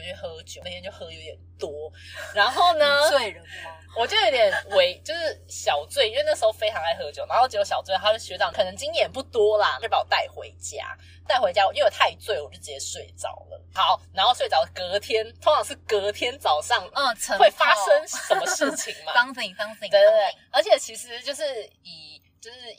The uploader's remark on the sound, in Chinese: 音質較差請見諒